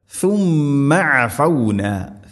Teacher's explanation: അടുത്ത ആയത്ത് ثم عفونا، ثم ഇവിടെയും ثم ഉച്ചരിക്കുന്ന സമയത്ത് നാവിൻ്റെ അറ്റം മുൻപല്ലുകളുടെ ഇരുനിരകൾക്കിടയിലൂടെ വളരെ നേരിയ തോതിൽ, എന്നാൽ ദാലിനേക്കാൾ കൂടുതലായിട്ട് അല്പം പുറത്താവണം, അതാണ് സുമ്മ.